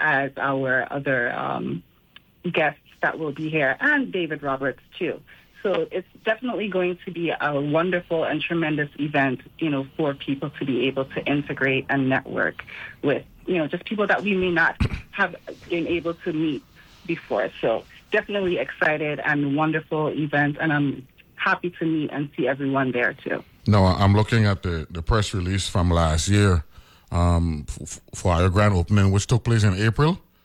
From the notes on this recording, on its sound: speaks on the phone